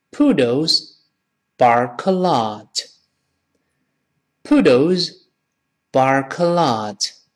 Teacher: bark 和 a 一定要变成 bark-a， bark-a 连读到一块儿了